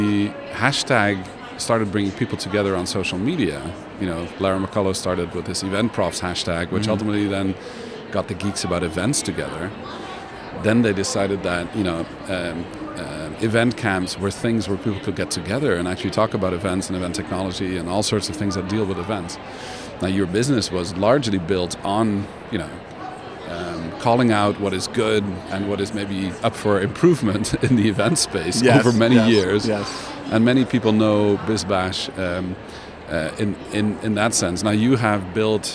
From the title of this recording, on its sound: Live from #IMEXAmerica